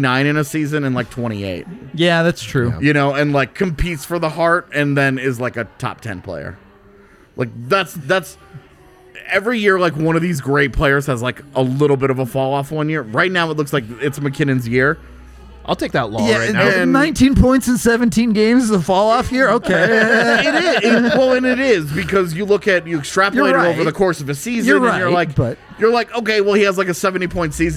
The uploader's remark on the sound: LIVE from the DNVR Bar